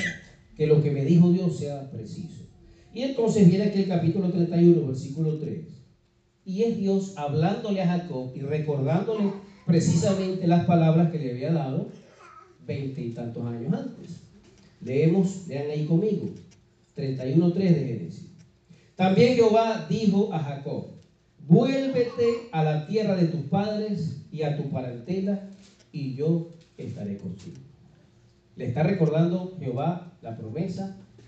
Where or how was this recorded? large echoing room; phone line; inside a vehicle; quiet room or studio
large echoing room